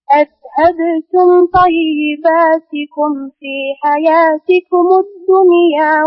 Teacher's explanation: انتبه للذال، ليس في الذال قلقلة